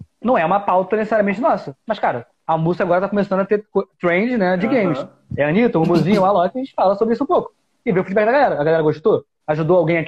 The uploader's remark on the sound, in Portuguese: conversa retirada de uma live no insta